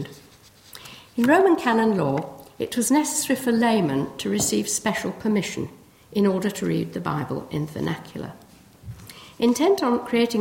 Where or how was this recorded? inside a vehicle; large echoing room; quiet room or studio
large echoing room